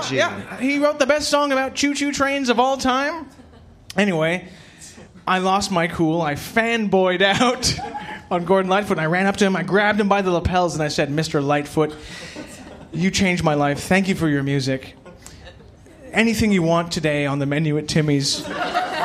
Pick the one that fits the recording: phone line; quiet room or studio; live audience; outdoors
live audience